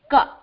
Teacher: make that vyanjanam kya dhvani that dhvani of that vyanjanam okay karkasha mane wo bina vocal cord ke awaz nikalti hai jaise ab main usme a dalungi to wo banega ka usme